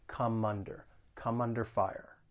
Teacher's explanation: That final consonant sound in come is going to get linked with the vowel sound in under. · Term: linking